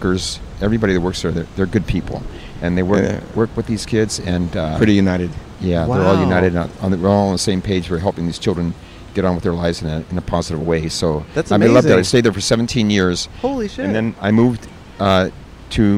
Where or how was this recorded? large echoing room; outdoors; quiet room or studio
outdoors